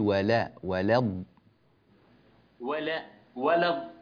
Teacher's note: في قوله تعالى ولا الضالين رقق اللام